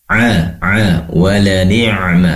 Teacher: Kemudian walani'ma, pastikan ain. Walani'ma, ain itu berasal dari tenggorokan bagian tengah